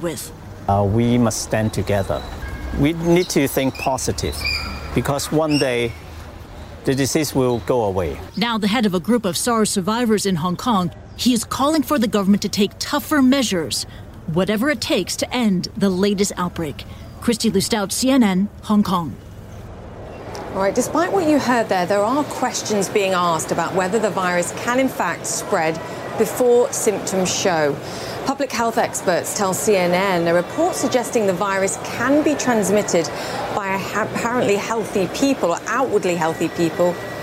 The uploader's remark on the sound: live from the New York Stock Exchange